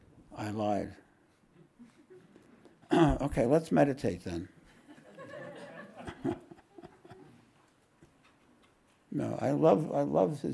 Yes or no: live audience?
yes